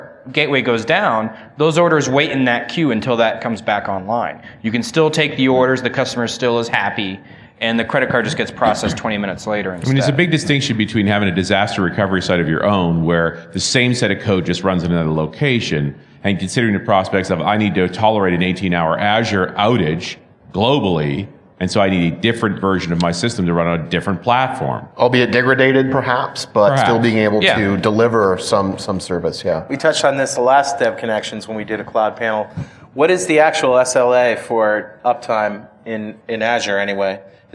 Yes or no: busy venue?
yes